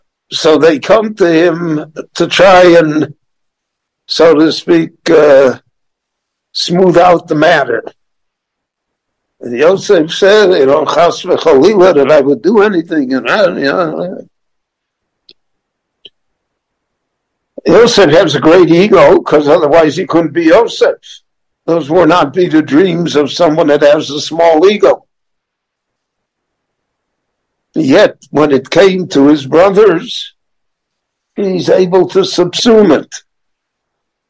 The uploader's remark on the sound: The following lecture was gicne LivE at Beit Knesset HaNassi in Jerusalem between Mincha and Maariv prayers.